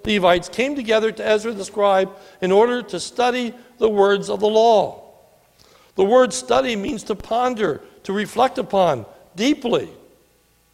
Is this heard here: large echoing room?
yes